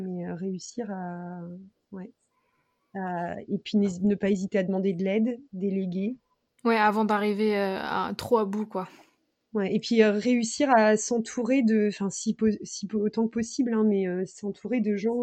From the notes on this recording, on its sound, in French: Cet épisode est enregistré à distance, nous nous excusons de la qualité de l’enregistrement.